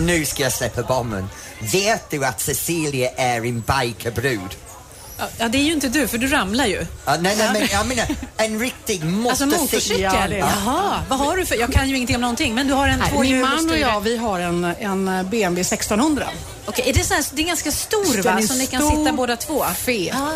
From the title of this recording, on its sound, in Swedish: Live från Liseberg